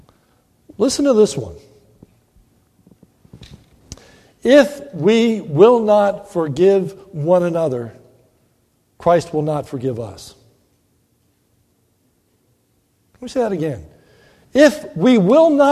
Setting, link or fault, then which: setting, large echoing room